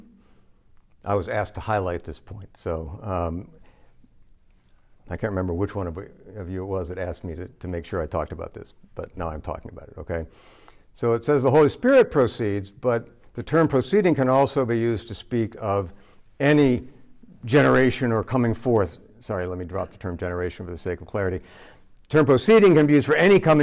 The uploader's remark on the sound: This lecture was given on August 29, 2023, at Mississippi State